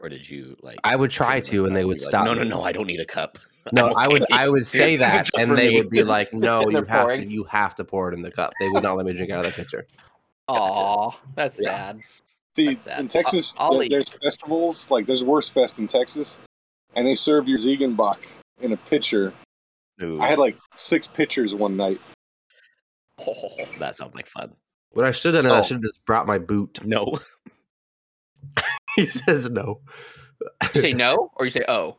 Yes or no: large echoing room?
no